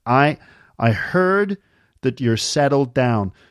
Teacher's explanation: So the R in heard is more pronounced in an American accent. And the settled sounds like settled with a D.